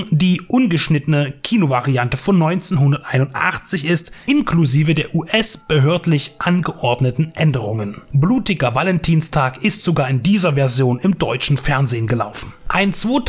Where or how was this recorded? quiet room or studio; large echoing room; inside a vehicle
quiet room or studio